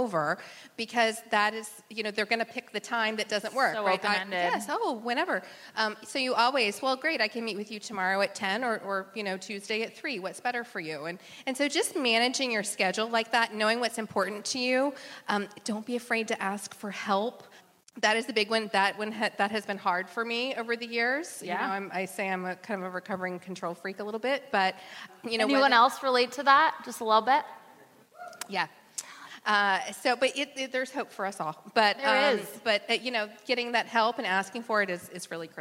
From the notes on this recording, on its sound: a panel of successful local agents at the HyperFast Sales Summit